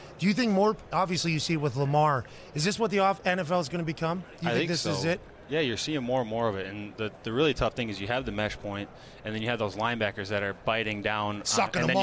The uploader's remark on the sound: Super Bowl Thursday from Radio Row. LIVE from radio row in BEAUTIFUL Phoenix, Arizona for this Super Bowl Thursday.